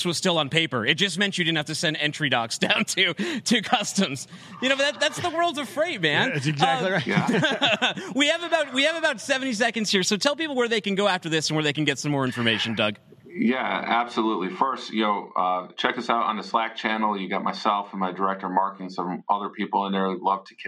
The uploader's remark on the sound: LIVE from Global Trade Tech Day 1